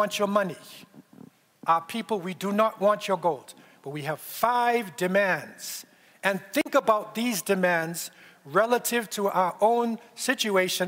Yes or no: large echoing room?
yes